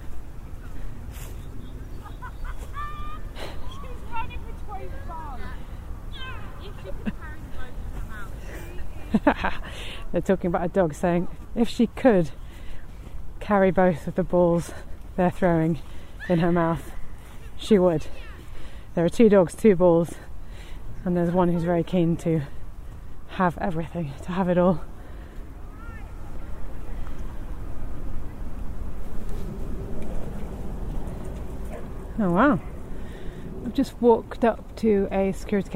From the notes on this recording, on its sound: Highbury Fields. This podcast is recorded in 3D sound! Join her out and about as she captures those small, magical moments of everyday life, in sound. Thanks to 3D recordings, you’ll hear everything she does as if you were right there with her.